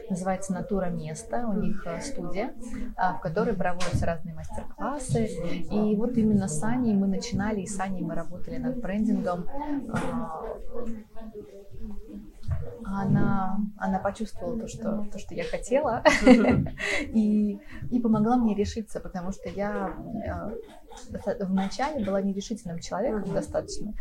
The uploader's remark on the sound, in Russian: Мы записывали подкаст в кафе и на фоне могут быть слышны музыка и разговоры.